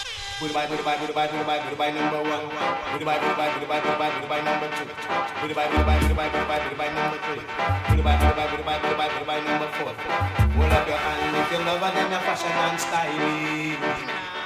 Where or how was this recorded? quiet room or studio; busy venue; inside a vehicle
busy venue